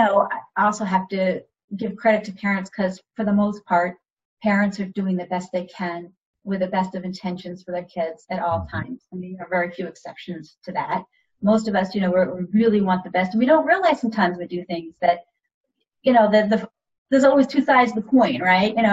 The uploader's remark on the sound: This show was recorded using Zoom video conferencing